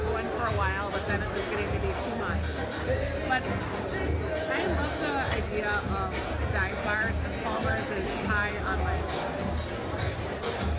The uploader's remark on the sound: The ladies hang out at Surly Brewing and talk records